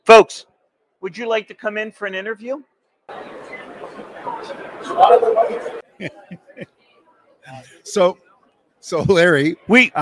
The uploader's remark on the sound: Live From Driving Sales